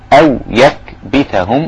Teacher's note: أو يكبتهم أو رقيقة همزة كذلك الواو بعدها ساكنة، أو يكبتهم والكاف هنا مهموسة همسا لطيفا لأنها ساكنة ومن حروف الهمس